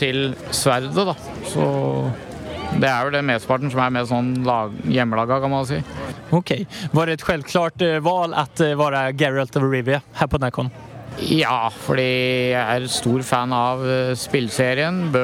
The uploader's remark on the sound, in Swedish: LIVE från NärCon 2022